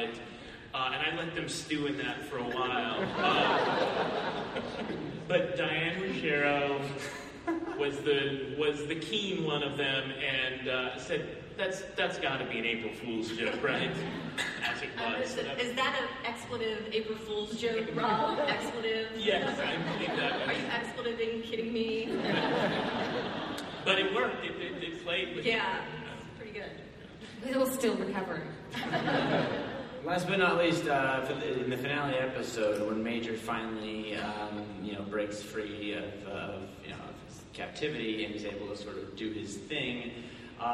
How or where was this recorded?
live audience